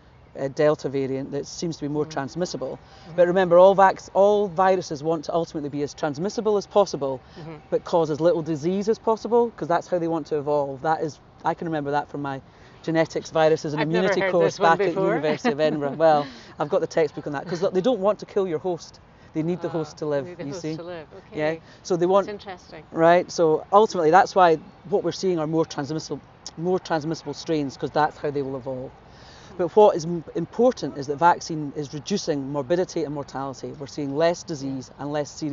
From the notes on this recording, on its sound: we took a short walk outside the parliament building on a lovely sunny morning